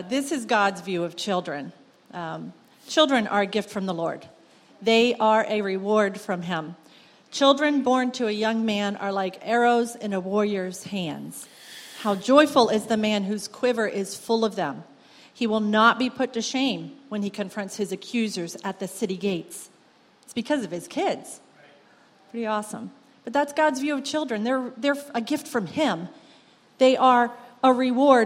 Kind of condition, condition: setting, large echoing room